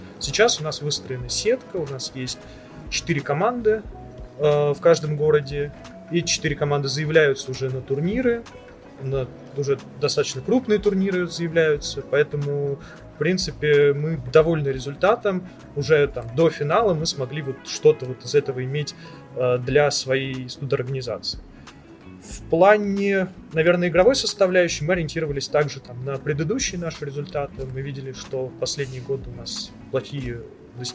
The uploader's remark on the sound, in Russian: Интервью было записано во время Киберфеста. Специального фестиваля Киберспорта внутри ВШЭ.